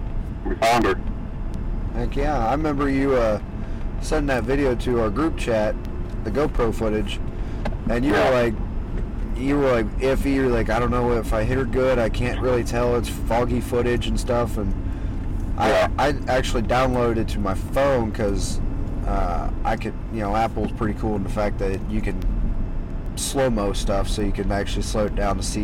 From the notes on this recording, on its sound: Recorded in a truck so bear with the sound quality